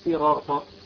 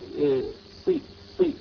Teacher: الصاد وكل حروف التفخيم ولو حتى كانت مكسورة تبقى مفخمة · Shown in: second take · فلا نقول صراط في كأنها سين هذه صحيحة عند غير حفص.